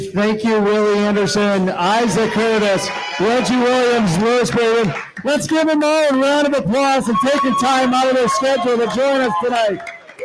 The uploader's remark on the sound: live from the Holy Grail down at the Banks